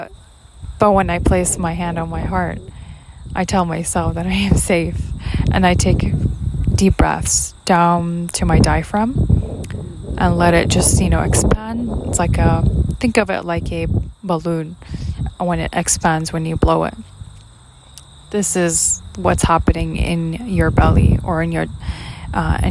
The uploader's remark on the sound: My mic caught up wind noises from the background, I apologize for that.